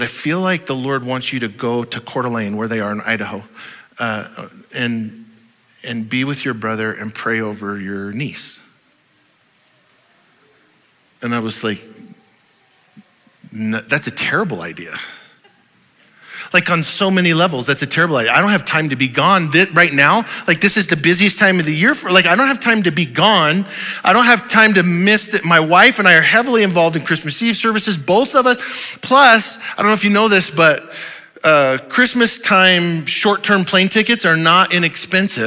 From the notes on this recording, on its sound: Audio file of the Sunday Morning Sermon